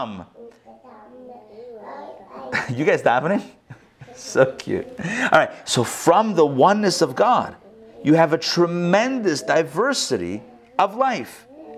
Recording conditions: live audience